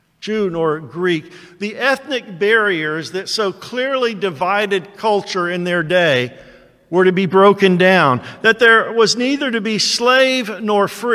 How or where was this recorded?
large echoing room